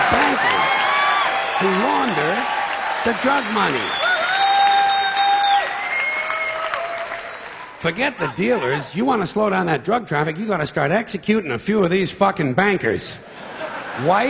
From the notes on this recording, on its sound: recorded in 1996 at the Beacon Theater in New York City